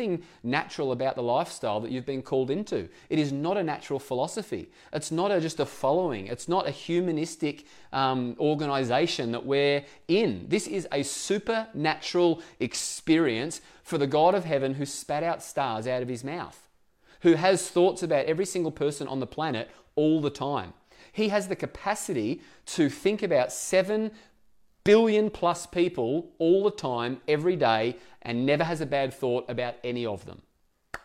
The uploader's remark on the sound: Echo Church Melbourne